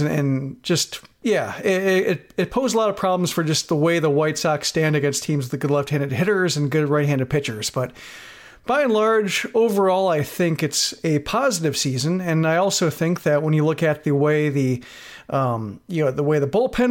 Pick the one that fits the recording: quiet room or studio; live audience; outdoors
quiet room or studio